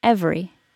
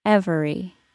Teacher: In normal speech, it drops to 2 syllables · Shown in: first take · every. However, if I were emphasizing that word, it may go back to the more proper 3 syllables, every.